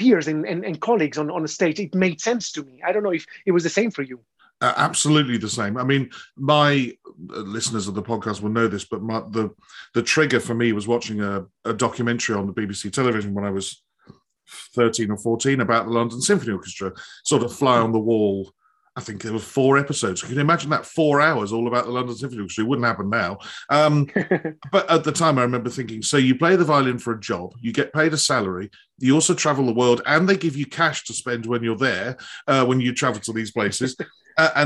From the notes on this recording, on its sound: This interview was recorded on 22nd December 2021 via Zoom.